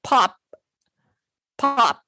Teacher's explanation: So if you have a P at the end of a syllable, like pop, you might release the P pop with a puff of air, or you might just say pop, pop without the release. That's perfectly acceptable in English, And just depends on how carefully you're speaking or who the speaker is.